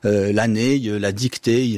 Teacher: Donc on n'est pas dans l'affrication, mais c'est simplement que la voyelle est tellement longue qu'elle va finir par se mouiller, c'est-à-dire par avoir un petit « e » à la fin, l'année, la dictée. · Term: mouillure